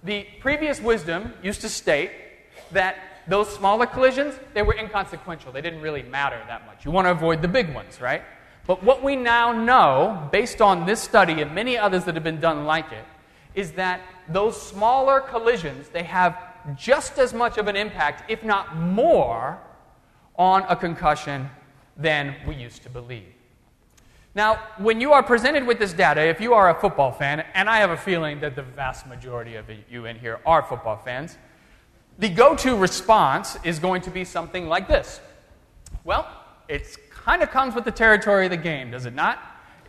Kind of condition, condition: setting, large echoing room